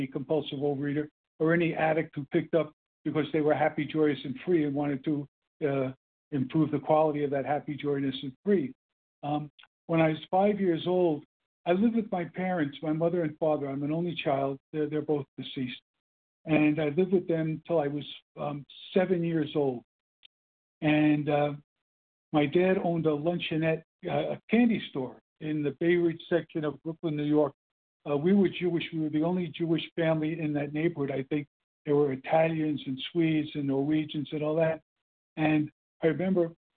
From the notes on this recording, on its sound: 100 Pounders Phone Meeting